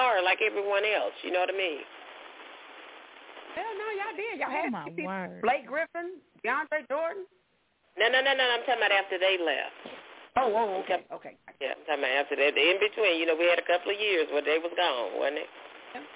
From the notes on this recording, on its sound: Your phone calls, comments, questions and much more!